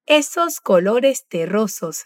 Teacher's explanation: igual que la palabra terroso, que tiene doble R en el medio. En ambos casos el sonido es vibrante.